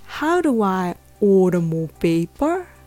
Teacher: order order のところが下がっています